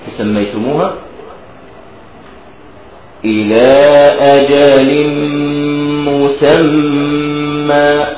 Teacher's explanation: الميم مشددة لا بد من الإتيان بحركتين فيه